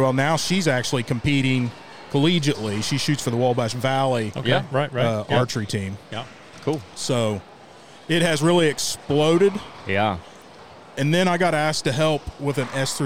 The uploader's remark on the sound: This week the guys traveled to Springfield to record a remote episode from the Illinois S3Da State Championships.